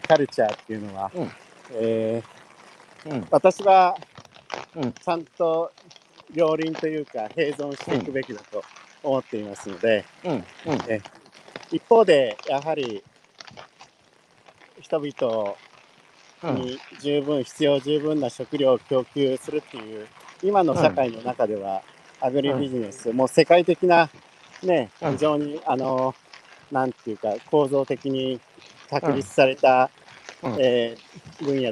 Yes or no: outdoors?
yes